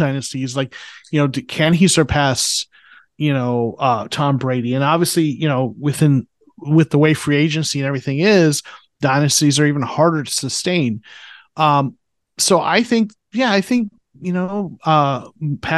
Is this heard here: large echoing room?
no